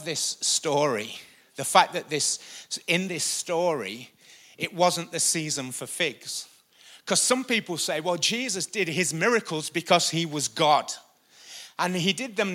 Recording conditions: large echoing room